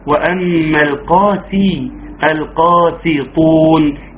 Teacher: ترقيق السين في القاسطون عشان ما تطلعش بالصاد